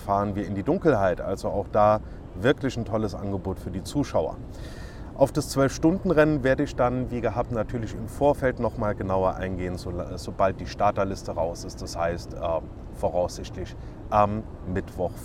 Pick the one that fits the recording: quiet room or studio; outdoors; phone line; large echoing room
outdoors